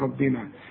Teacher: الراء مدام مفتوحة مفخمة